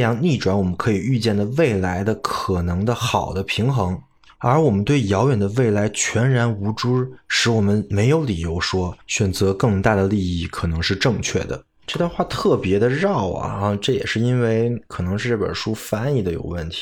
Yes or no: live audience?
no